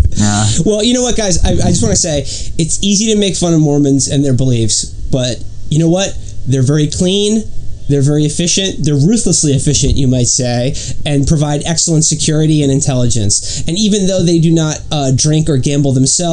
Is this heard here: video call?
no